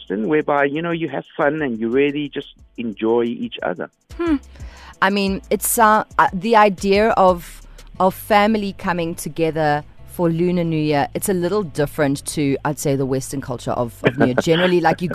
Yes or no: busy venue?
no